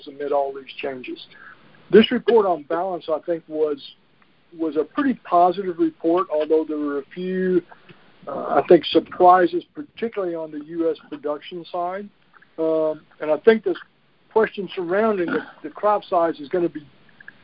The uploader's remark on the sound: Monthly Conference Call